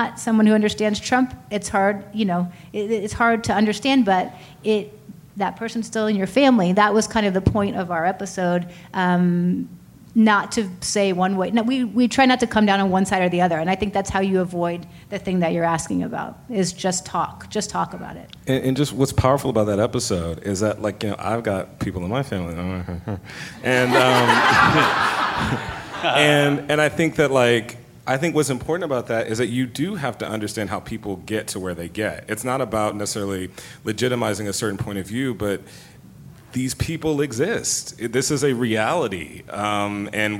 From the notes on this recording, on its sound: Recorded at ATX Television Festival